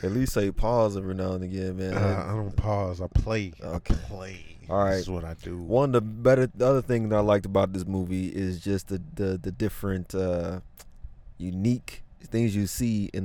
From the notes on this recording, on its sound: recorded our instant reaction in the car right outside the movie theater!